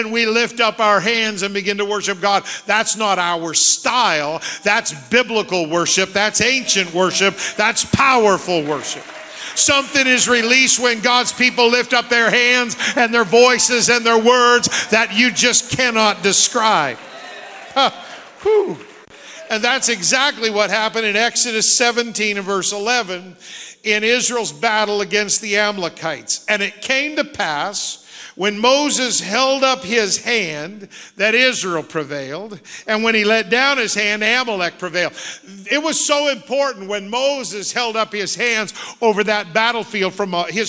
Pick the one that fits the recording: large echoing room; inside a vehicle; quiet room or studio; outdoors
large echoing room